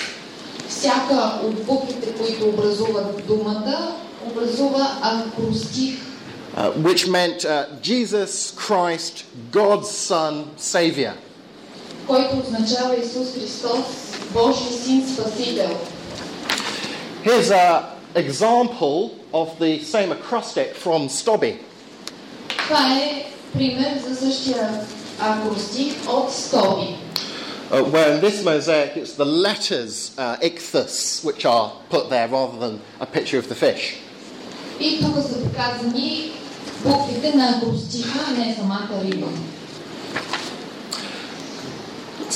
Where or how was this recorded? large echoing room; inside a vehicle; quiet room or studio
large echoing room